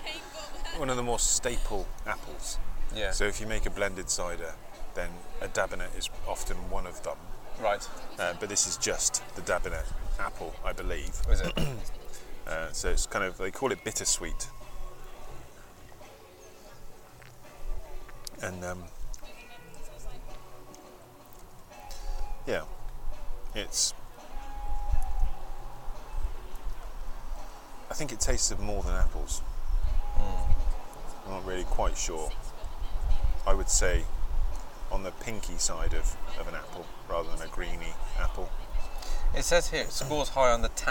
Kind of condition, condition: fault, wind noise